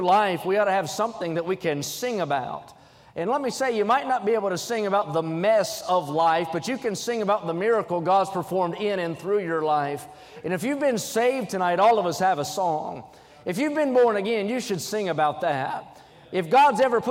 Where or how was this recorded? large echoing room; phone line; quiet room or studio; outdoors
large echoing room